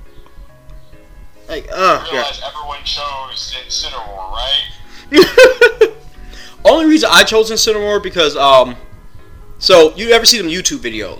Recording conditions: poor sound quality